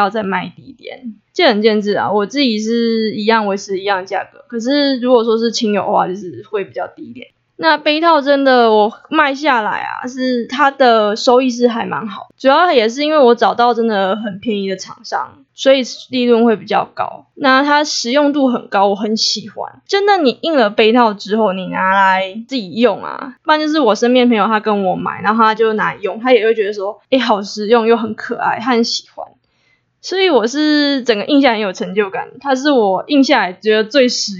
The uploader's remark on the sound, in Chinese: 夭壽麥克風收音超爛。